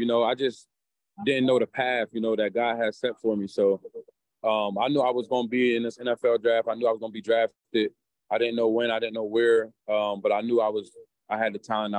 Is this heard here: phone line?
yes